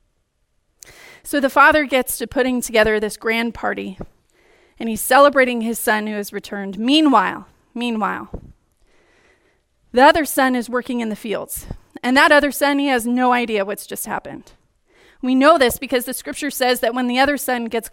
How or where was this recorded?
large echoing room